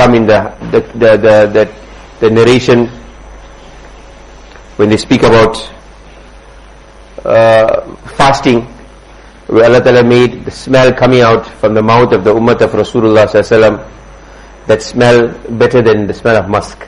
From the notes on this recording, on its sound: Jumuah lecture at Musalla Mus'ab bin Umayr